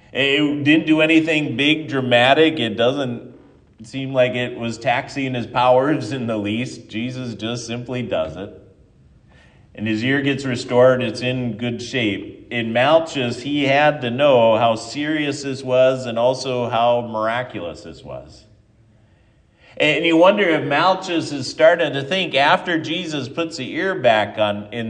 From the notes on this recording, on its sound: Ash Wednesday sermon. At Triumph Lutheran Church, Ferndale, Washington.